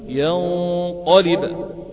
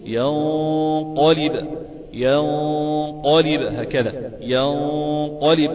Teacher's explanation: لذلك أفخم الغنة تبعا لتفخيم حرف القاف التالي بعدها، فأقول ينقلب، آتي بالغنة من الخيشوم وأستعلي بمنطقة أقصى اللسان والتي هي في الأساس مخرج حرف القاف، والتفخيم والترقيق بيحدث من هذه المنطقة. · Term: تفخم الغنة